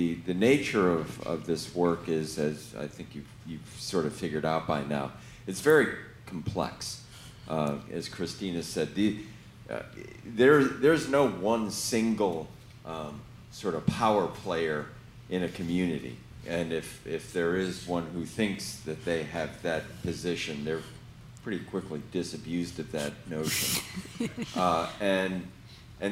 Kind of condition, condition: setting, busy venue